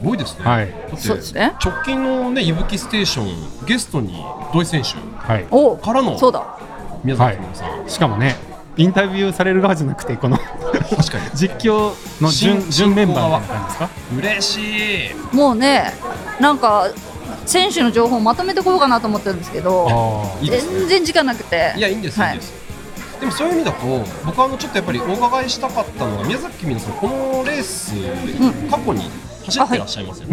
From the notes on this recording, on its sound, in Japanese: LAKE BIWA 100。大会受付会場での収録のため背景音が大きくなっています。